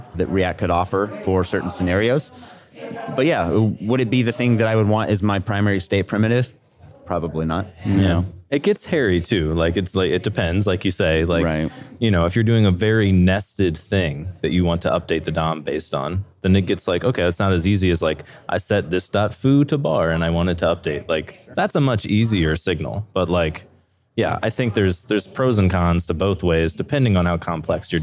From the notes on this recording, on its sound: at the RenderATL conference